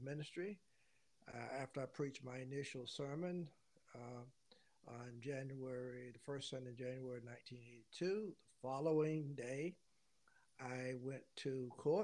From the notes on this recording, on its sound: The audio is unusually quiet for unknown and unexplained reasons.